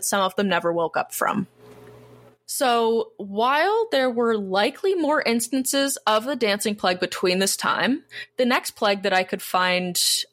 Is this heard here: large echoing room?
no